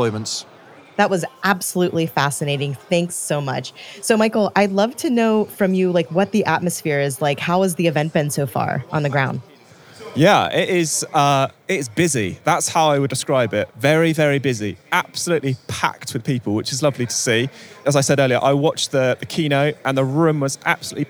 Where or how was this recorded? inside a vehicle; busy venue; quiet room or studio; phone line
busy venue